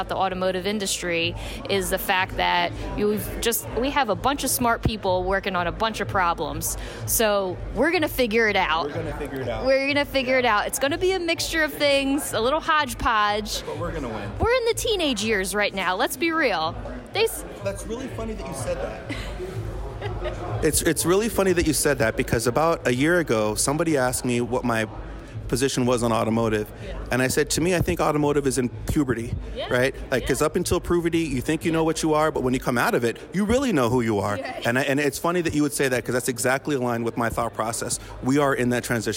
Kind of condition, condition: setting, busy venue